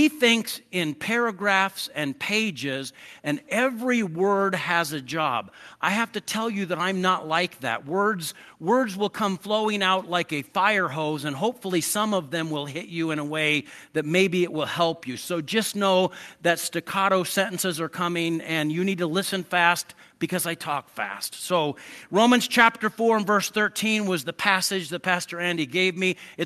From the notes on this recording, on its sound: I preached this sermon at Twin Falls Church Of The Nazarene